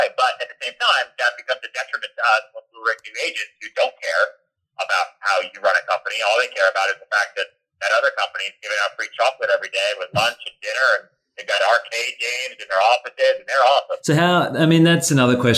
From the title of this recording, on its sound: A Phone Call